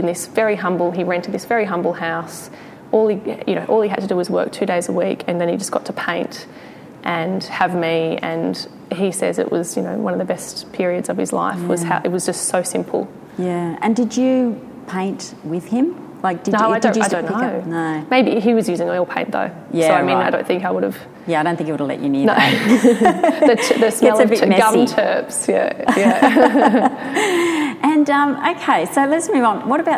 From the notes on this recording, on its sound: Recorded in front of a live audience at Newcastle Art Gallery.